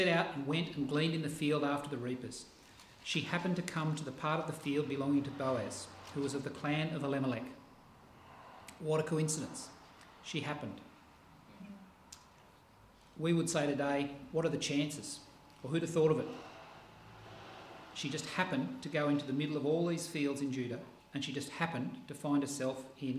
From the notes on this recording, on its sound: This sermon was preached on the 6th pf August at all services at Helensburgh and Stanwell Park Anglican church.